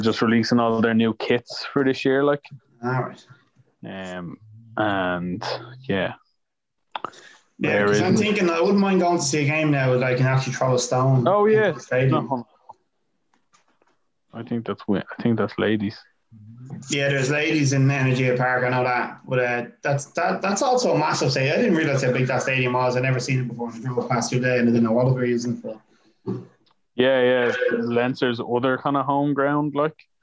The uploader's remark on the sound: We failed at meeting up but thankfully we have zoom.